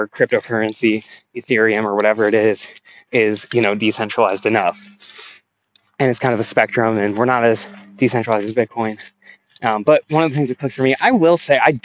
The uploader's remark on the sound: NOTE: I recorded this while walking. I was walking on rocks for the first couple minutes but realized it was loud, so for the last 90% the audio should be decent.